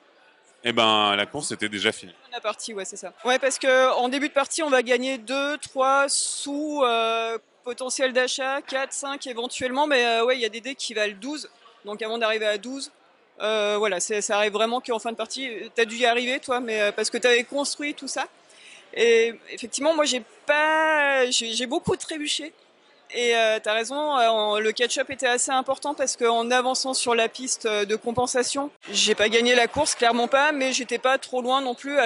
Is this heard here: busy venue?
yes